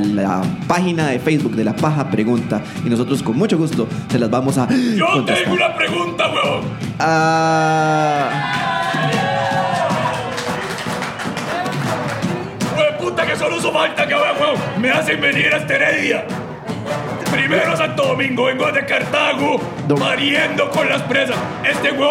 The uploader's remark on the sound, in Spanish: En Vivo Desde Heredia. Episodio en vivo desde Teatro Heredia, en una grabación sorpresa.